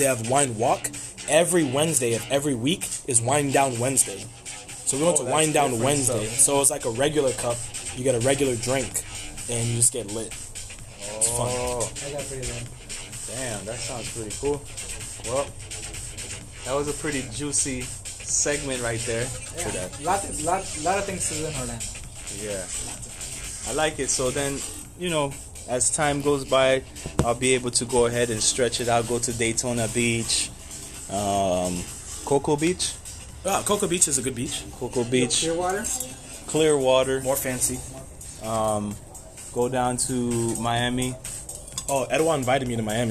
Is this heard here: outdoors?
yes